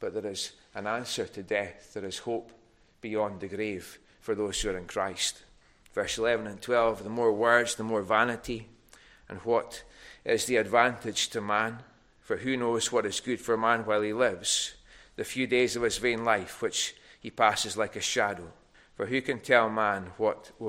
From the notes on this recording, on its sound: recorded at North Harris Free Church on the evening of Sunday, 18th February 2024.